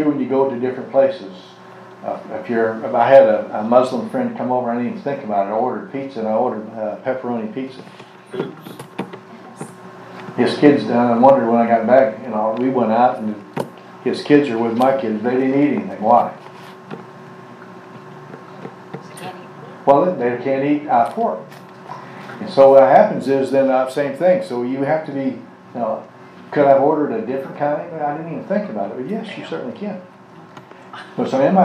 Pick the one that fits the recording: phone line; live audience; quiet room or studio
live audience